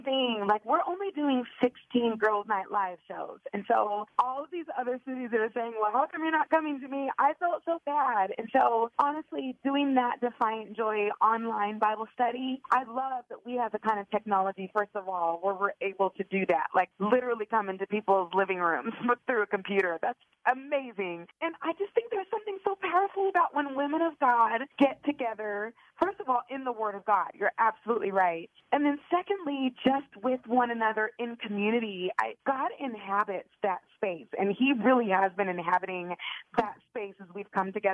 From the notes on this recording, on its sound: she surprises a listener with a phone call she'll never forget